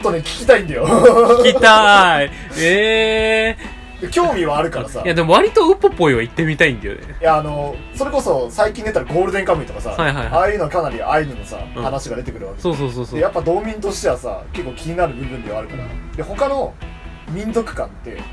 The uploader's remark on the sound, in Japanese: 録音機材：iPhone7